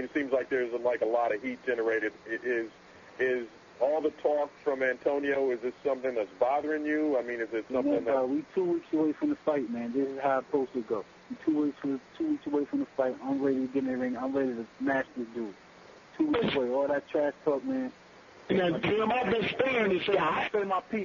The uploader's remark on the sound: Conference Call